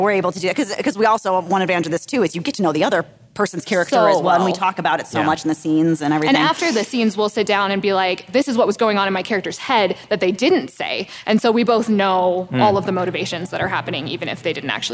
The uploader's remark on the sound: this episode was recorded live at NASFIC